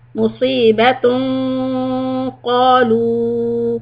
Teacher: the qaf is a heavy letter, so the quality of your gunna should be heavy · Term: iqfa